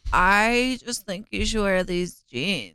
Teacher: Her vocal fry is too much.